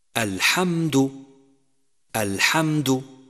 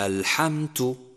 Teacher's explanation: أولا، يجب تمييز حرف الدال بصفة الجهر، لأنه إذا همس صار تاء، لأن الدال والتاء من مخرج واحد، ولكن الدال حرف مجهور والتاء حرف مهموس. الحمد الحمد، فإذا همستها صارت الحمت.